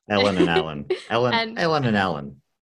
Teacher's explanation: if there's an E before an L or an A before an L in a word, it's all the same vowel. So the boy's name Alan and the girl's name Ellen.